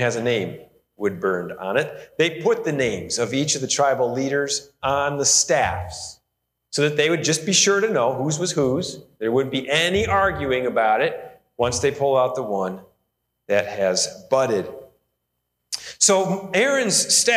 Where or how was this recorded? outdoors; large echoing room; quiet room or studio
large echoing room